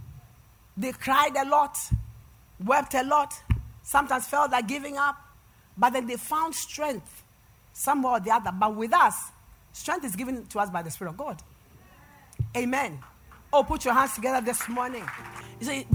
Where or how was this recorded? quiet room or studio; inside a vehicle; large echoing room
large echoing room